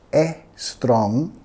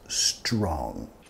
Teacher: no quieres meter sonido vocálico extra antes de la ST · Shown in: second take · No quieres decir e strong, más strong.